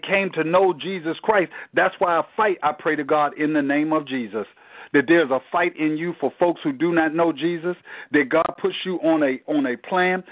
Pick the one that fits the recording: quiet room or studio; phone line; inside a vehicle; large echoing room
phone line